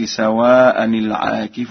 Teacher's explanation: قرأ ورش سواء برفع الهمزة